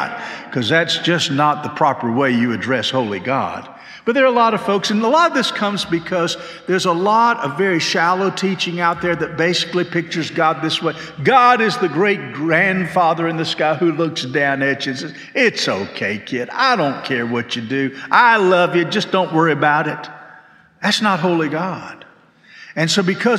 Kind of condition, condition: setting, large echoing room